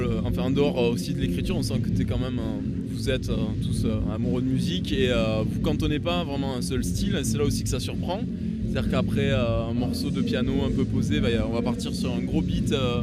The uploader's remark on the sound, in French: lors du 4 ème Festival des Jours de Fêtes !